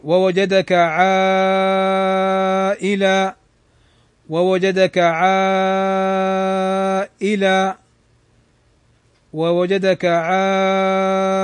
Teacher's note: ألف أتت بعدها الهمزة في كلمة واحدة، فهذا مد واجب متصل يمد بمقدار 4 حركات إلى 5 حركات، ويجوز 6 عند الوقف.